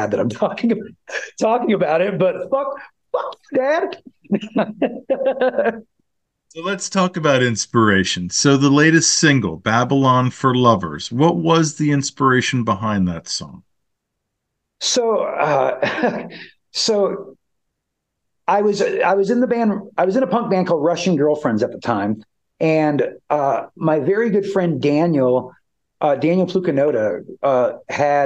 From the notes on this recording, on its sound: interview